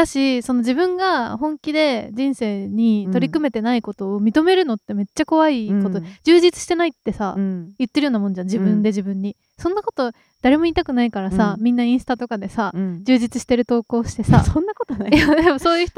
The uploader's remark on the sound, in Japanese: 公園収録なので鈴虫がすごいです。